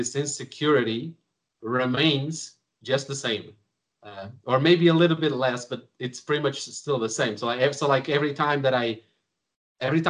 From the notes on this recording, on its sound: Skype calls on this channel.